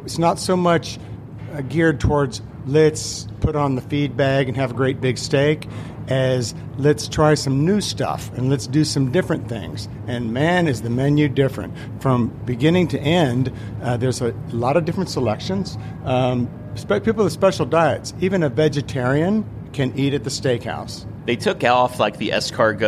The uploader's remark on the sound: Carnival Horizon Live Broadcast. We are broadcasting straight from Carnival Cruise Line's newest ship, Carnival Horizon.